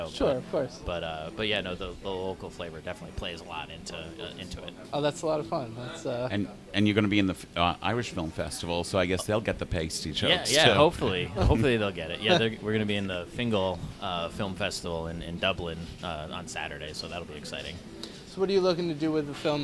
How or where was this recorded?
busy venue